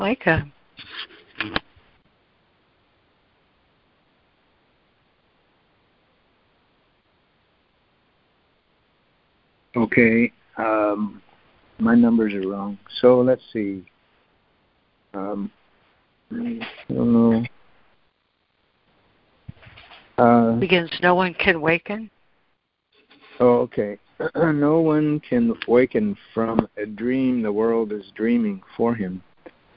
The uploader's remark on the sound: ACIM Daily Conference Call